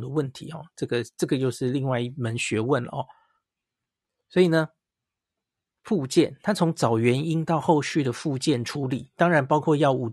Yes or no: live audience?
no